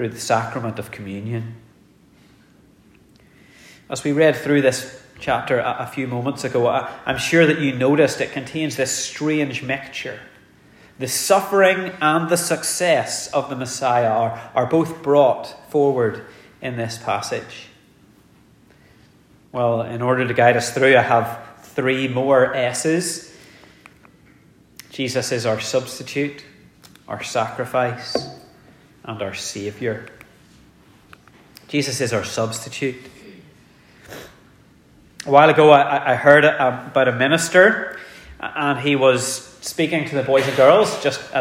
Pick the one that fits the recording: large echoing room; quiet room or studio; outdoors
large echoing room